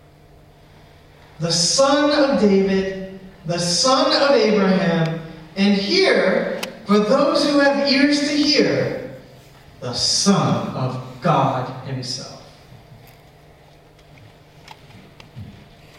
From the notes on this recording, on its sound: Apologies for sound quality. This recording was accidently recorded via the recorder's built in microphone and not properly connected to the church PA system.